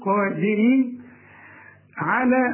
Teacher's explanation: القاف أعلى درجات التفخيم الدال مرققة جدا